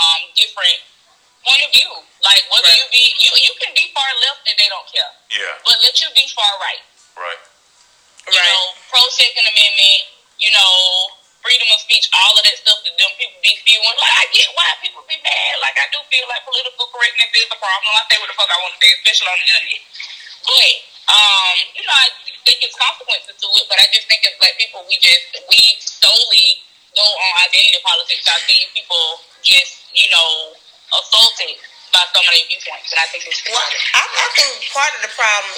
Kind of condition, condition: link, phone line